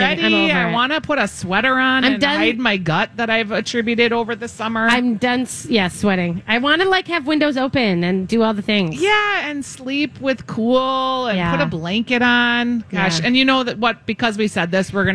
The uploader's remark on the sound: Live at the Fair.